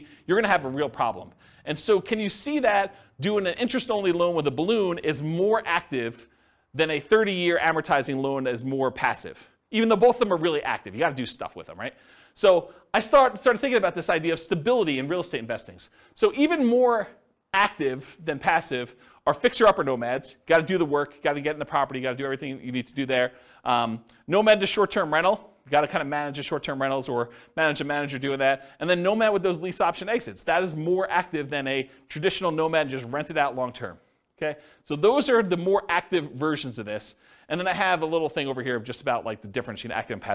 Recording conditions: live audience